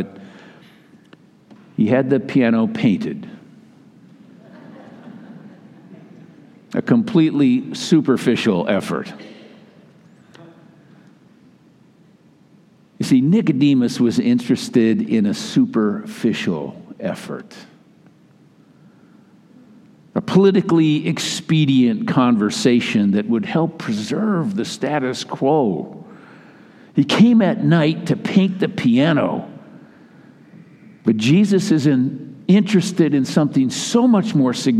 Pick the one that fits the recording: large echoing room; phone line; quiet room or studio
large echoing room